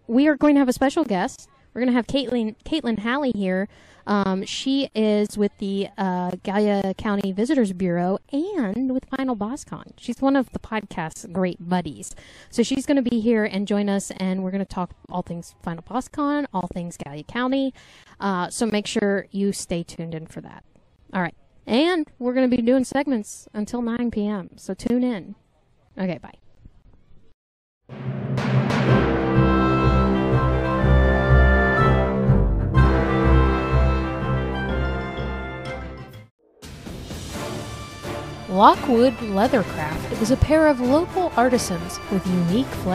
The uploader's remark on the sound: Record live from the First Friday event in Gallipolis. Hear interviews from members of the Chamber of commerce, event organizers, vendors and attendees!